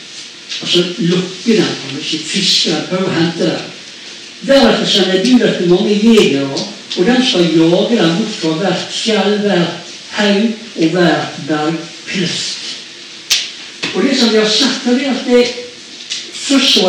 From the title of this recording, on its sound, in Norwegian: Beklager dårlig lyd